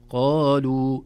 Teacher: إذا وصلنا الكلمتين لا نرى علامة المد، قالوا لا لو وقفنا يحذف المد تماما نقول قالوا، يمد مدا طبيعيا.